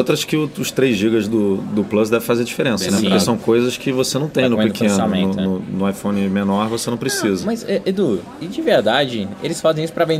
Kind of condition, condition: setting, busy venue